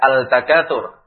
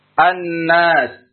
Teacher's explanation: maka lamnya tidak terbaca lagi, langsung masuk atau langsung diidghamkan atau langsung melebur ke huruf yang datang setelah lam tadi · Shown in: second take · Contohnya at-takatsur, tidak al-takatsur, ya. · Term: lam syamsiyah